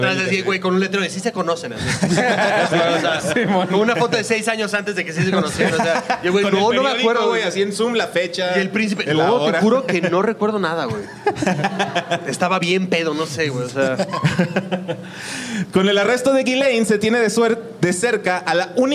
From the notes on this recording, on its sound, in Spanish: (En Vivo). Por primera vez en vivo desde el Foro 139 en la CDMX.